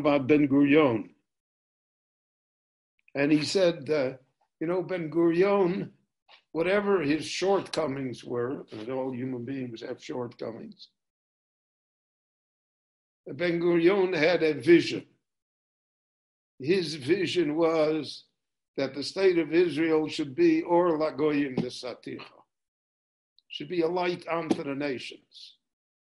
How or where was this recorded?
video call